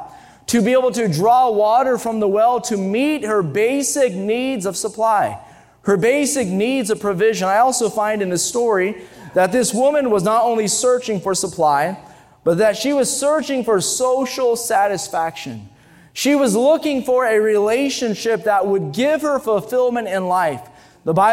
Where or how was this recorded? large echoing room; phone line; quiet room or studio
large echoing room